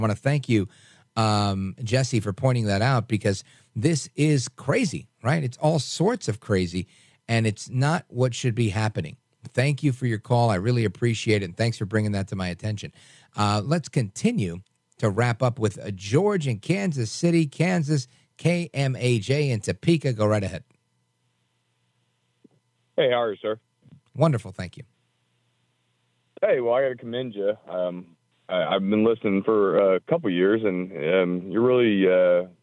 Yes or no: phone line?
yes